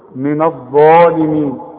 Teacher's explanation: الظ هي المفخمة واعلى درجات التفخيم